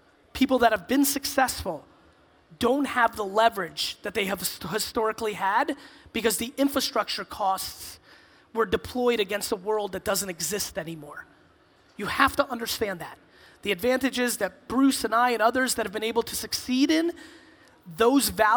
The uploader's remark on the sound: A Keynote: Arctic15 In Helsinki, Finland.